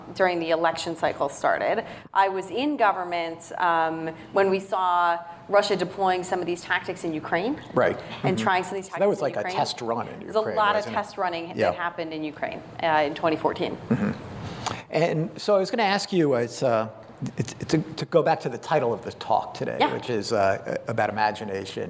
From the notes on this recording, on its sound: Recorded live at the National Press Club.